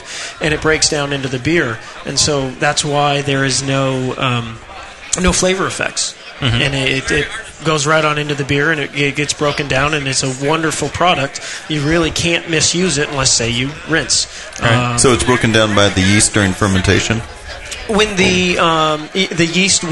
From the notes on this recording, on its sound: This episode was recorded live from the 2012 National Homebrewers Conference in Seattle Washington. Talk with the crowd.